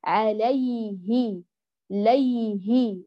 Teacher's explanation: الياء لينة الرخوة فلا تقطعي صوتها، اجعليه يجري إلى وصولك للهاء ثم هو ينقطع ذاتيا